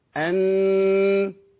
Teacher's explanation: الغنة لحد النون بس وبعدين تنقطع خالص